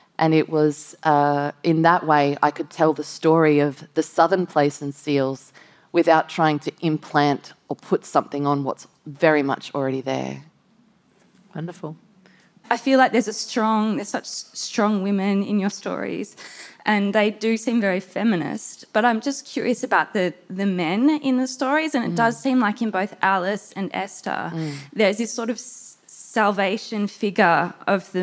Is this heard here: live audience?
yes